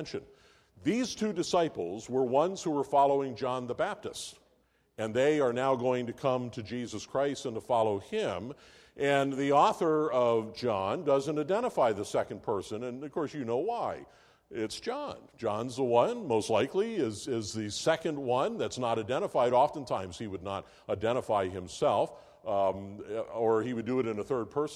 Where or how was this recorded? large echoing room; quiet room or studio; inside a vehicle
large echoing room